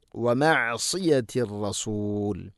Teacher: സ്വാദ് സ്വരഭാരത്തിൽ ഉച്ചരിക്കേണ്ട അക്ഷരമാണ്. നാവിൻ്റെ മധ്യഭാഗം അണ്ണാക്കിലേക്ക് ഉയർന്ന് നിൽക്കണം